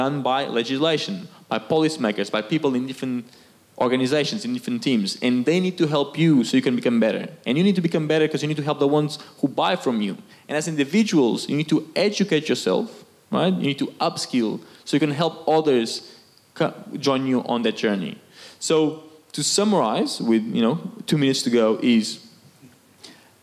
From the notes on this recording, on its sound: LIVE Panel Discussion. Our first ever in-person event.